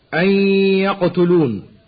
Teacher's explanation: تنوين أدغم في النون بعده. ومثال إدغام النون الساكنة في الياء بعدها مع بقاء الغنة · Term: الإدغام بغنة